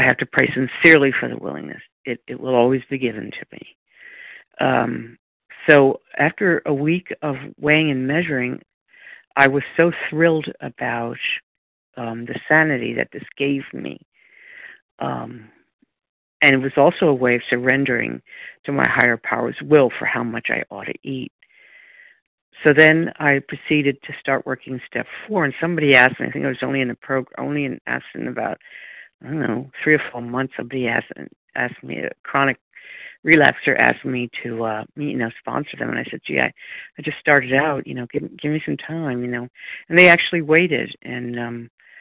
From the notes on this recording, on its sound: from the 100 Pounders Phone Meeting on 12/10/20